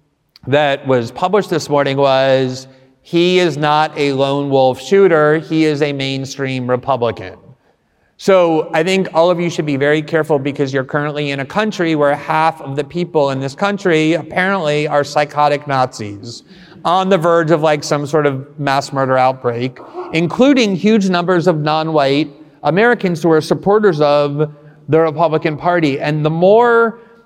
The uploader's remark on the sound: This conversation was recorded LIVE at the All-In Summit in Miami!